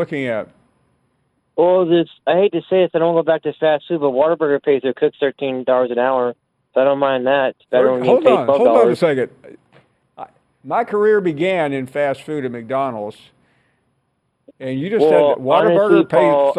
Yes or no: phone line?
yes